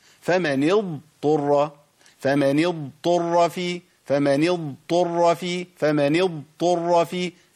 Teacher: سامعين الفصل بين الضاد والطاء؟ ما اقولش فمن اضطر كده، جبت طائين، يبقى انا ابدلت برضه حرف القران.